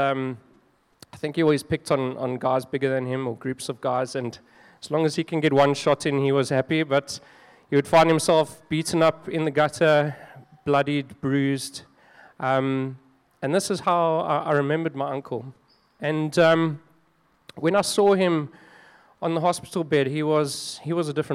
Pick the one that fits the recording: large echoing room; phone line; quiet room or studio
large echoing room